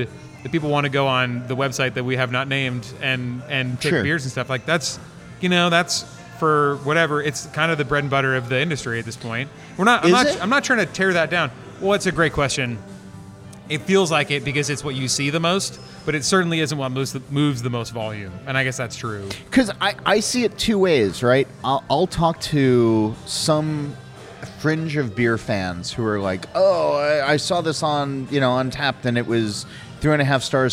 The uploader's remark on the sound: We recorded this in the taproom over a pitcher of pilsner